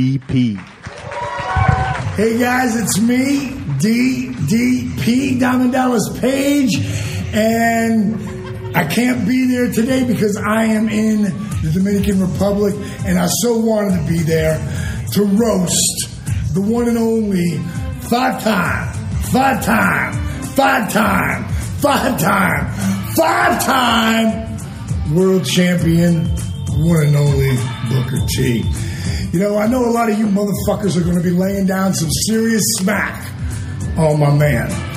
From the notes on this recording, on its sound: recorded at the Houston Improv